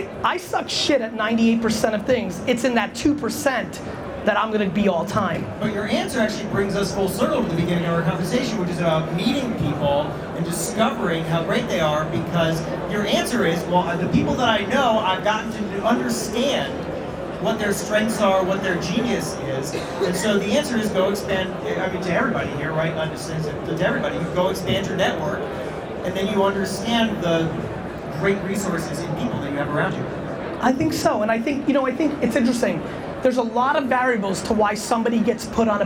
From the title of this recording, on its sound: A Fireside Chat With Samsung NEXT at CES 2017